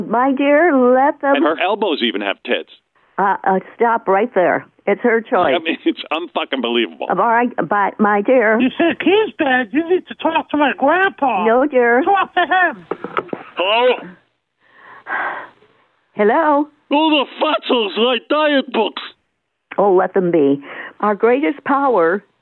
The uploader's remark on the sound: Prank Call